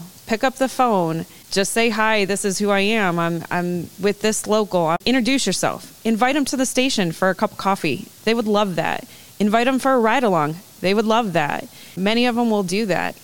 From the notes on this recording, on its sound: This episode was recorded live at the MPFFU Education Seminar that took place at the Suburban Showplace in Novi, Michigan.